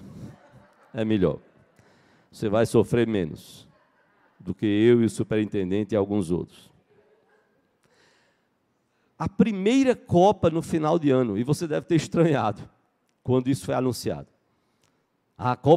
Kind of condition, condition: setting, large echoing room